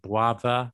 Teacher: the R sometimes becomes a W, like brother